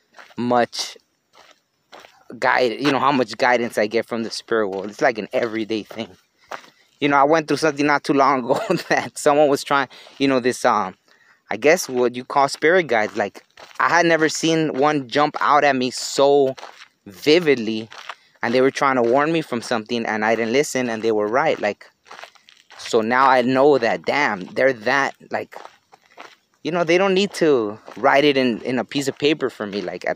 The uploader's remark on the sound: was recorded while on a hike.